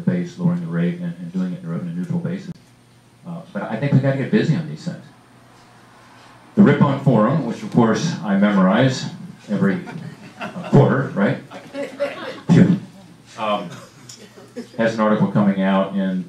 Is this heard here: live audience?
yes